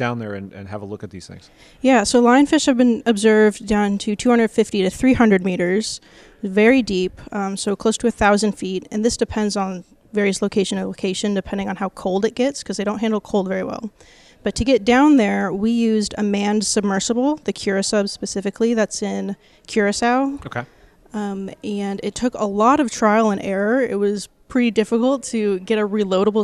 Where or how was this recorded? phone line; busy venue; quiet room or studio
busy venue